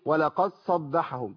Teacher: يبقى إحنا كده خلينا الدال دخلت في الإيه؟ في الصاد